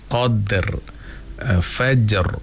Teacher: Jadi kalau dibacakan dengan qadr, fajr, maknanya setiap daripada hujungnya itu mesti akan ada getaran pada huruf ra yang dijelaskan pada sebutan tersebut · Term: ra yang mati